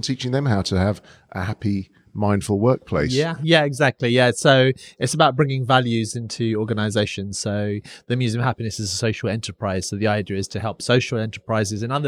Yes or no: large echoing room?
no